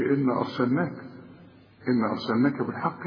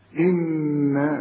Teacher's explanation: لازم النون تغنها بمقدار حركتين لأنها 2 نون · Shown in: second take